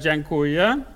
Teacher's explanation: Vi starter med en dental D, og så har vi en nasalvokal djeng, og så har vi en velar K.